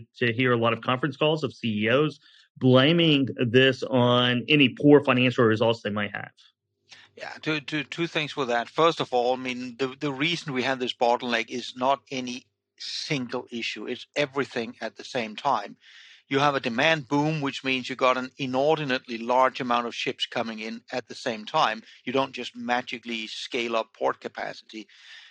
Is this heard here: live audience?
no